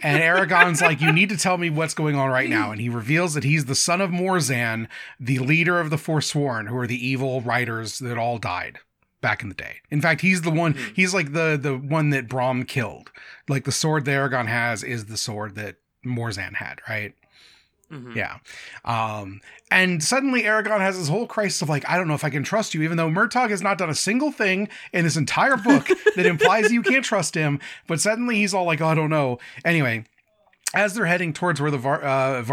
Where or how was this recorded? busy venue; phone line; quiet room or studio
quiet room or studio